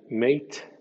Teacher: Coincide con el español, aunque es un poco más nasal. · Term: Sonido de M